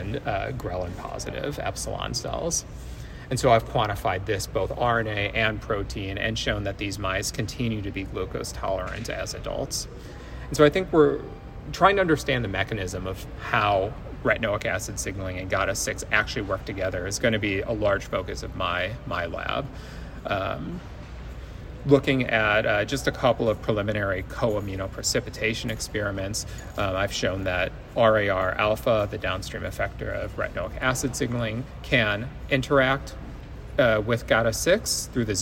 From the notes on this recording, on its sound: recorded during Day 2 of Islet Study Group 2023